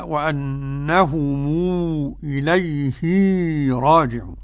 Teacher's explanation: قرأ ابن كثير بصلة هاء الضمير بمقدار حركتين